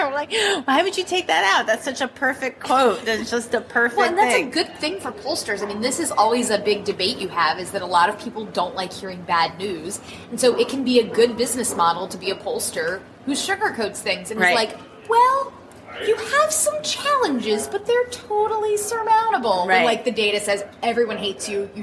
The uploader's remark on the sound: we report from a hotel hallway, so apologies for the sounds of conference-goers in the background.